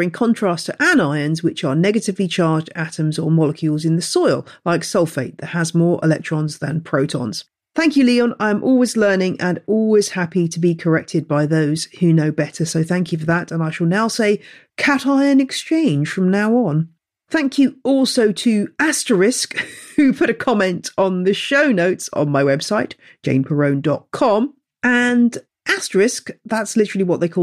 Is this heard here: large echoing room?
no